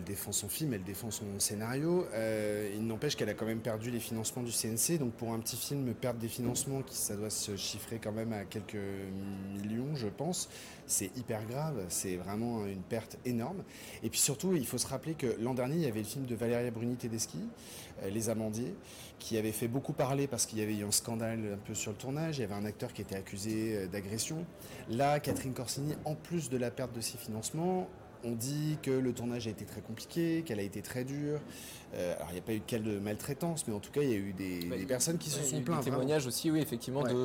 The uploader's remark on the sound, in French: en direct de la Croisette